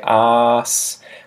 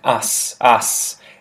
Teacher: Obviously, these words sound very similar, and I think the difference is mainly that arse is a prolonged vowel, so you say arse, whereas us is a lot quicker.